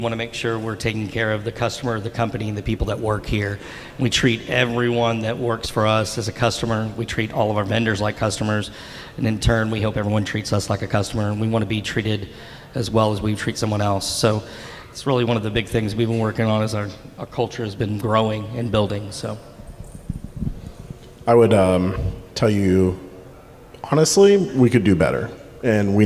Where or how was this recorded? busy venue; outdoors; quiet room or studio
busy venue